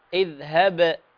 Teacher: الباء فيها قلقلة لكن الذال ليست من حروف القلقلة